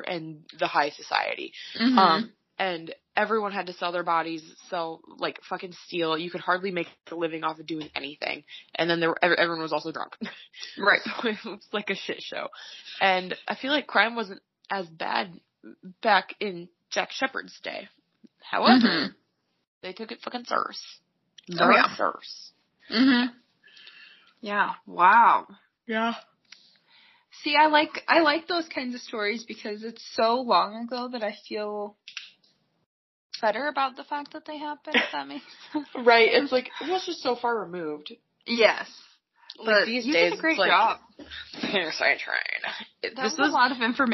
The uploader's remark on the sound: Please bear with us as the audio isn’t the best for this one